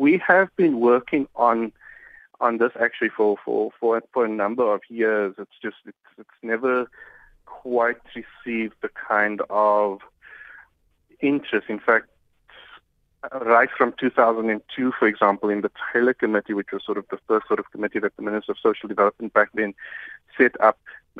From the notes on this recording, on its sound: we are joined on the line